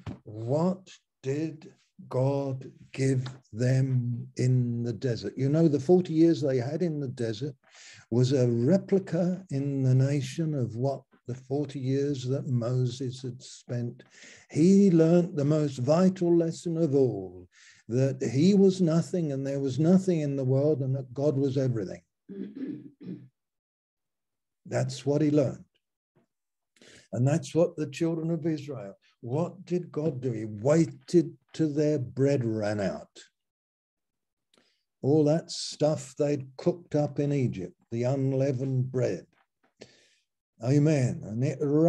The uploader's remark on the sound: Malaysia Meets (Zoom).